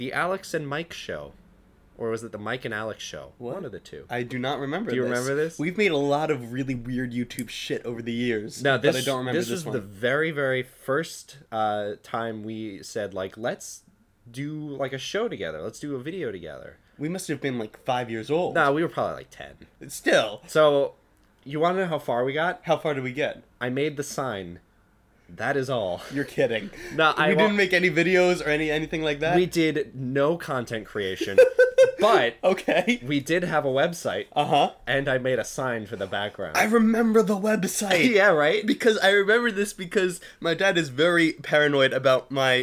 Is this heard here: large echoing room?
no